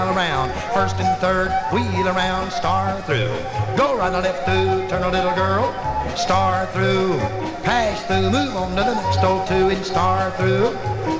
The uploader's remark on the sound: Track one, record TWO from the 1964 Blue Star Jubilee Square Dance held in the Sam Houston Auditorium.